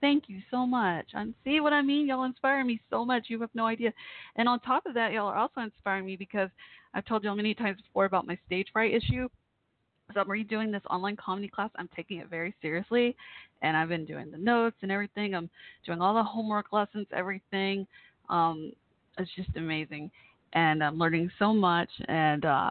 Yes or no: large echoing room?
no